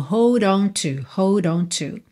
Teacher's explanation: a gente até ouve o D mesmo